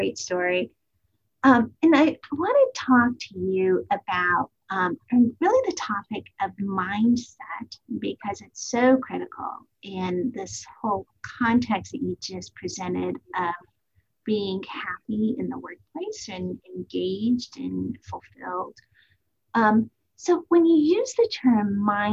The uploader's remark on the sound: Mindset webinar recording.